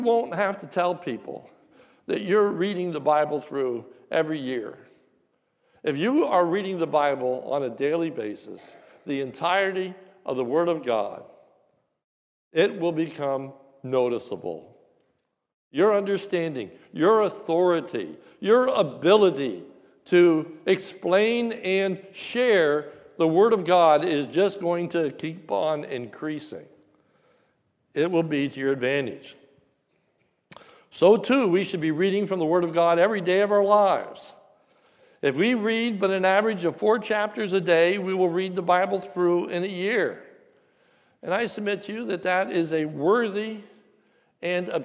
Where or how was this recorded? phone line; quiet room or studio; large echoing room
large echoing room